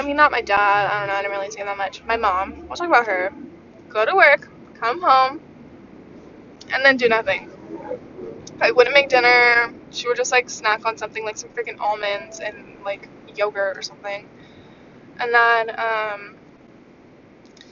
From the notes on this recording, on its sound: i almost got into three different car accidents while recording this episode.